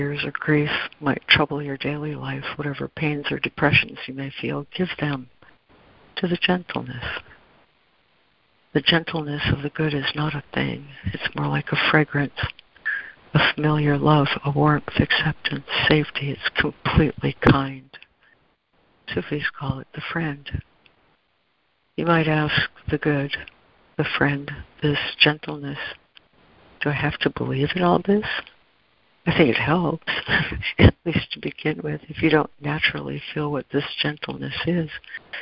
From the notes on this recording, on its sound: ACIM Daily Conference Call